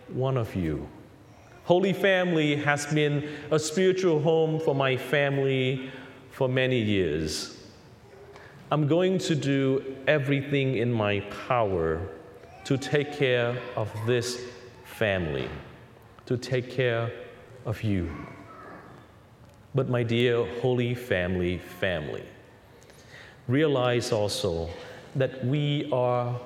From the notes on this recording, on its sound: Recorded on The Holy Family Catholic Church in Orlando, Florida; THE HOME of CCTN - Catholic Television for Central Florida.